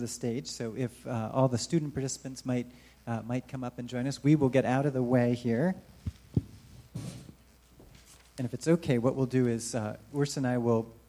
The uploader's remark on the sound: Recorded live at the recent relaunch of Born Digital: How Children Grow Up in a Digital Age. Moderate an open forum with local students.